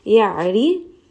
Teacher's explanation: You are going to feel a little bit of constriction because it is a letter from the middle of the throat. Ra in this case is going to be light because it has a kasra. · Term: Ra is light